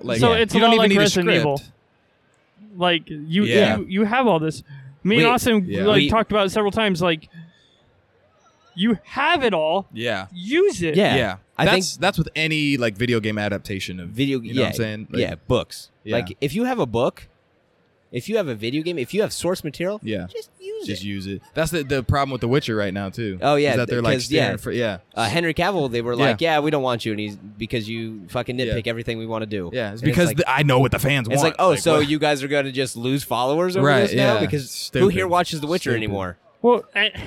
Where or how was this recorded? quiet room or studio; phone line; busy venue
busy venue